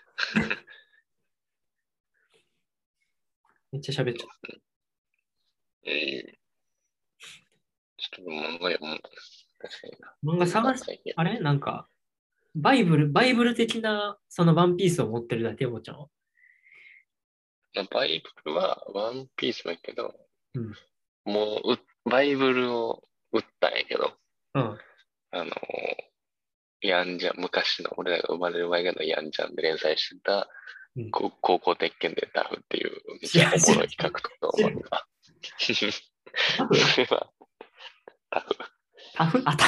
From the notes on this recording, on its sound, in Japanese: Zoomで話してます。